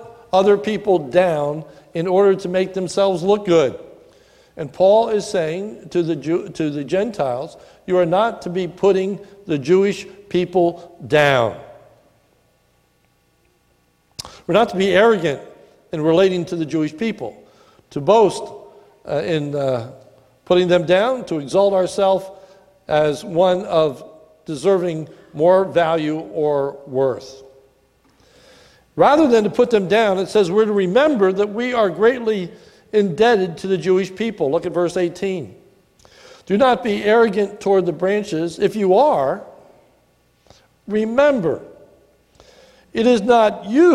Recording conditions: large echoing room